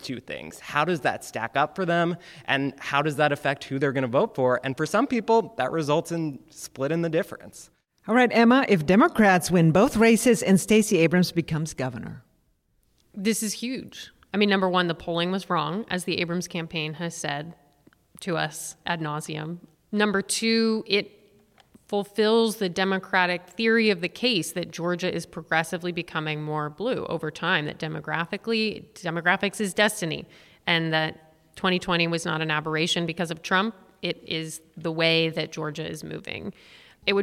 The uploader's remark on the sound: Live from the Atlanta University Center. Georgia Votes is live this week at the Woodruff Library at the Atlanta University Center where we hear from young voters. Joined on stage by Clark Atlanta University professor.